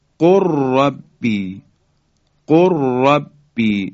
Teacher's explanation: دیگه لام رو متلفظ نمی کنیم بلکه حرف را مشدد بیان میشه